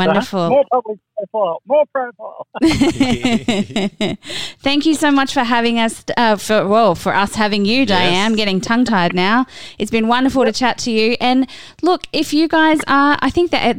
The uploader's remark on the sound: This interview was conducted over the phone with limited reception.